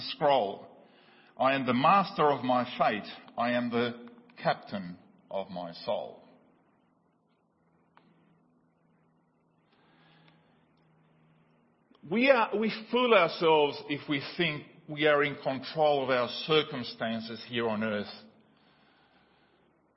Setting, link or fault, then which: setting, large echoing room